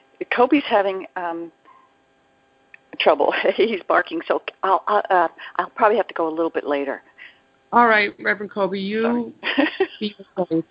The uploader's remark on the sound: ACIM Daily TEXT Conference Call.